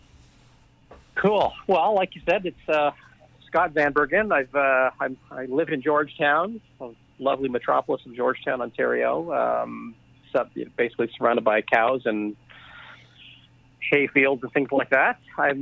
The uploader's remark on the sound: On this podcast we’re on the phone